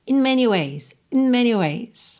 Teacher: Esse in do começo você quase não ouve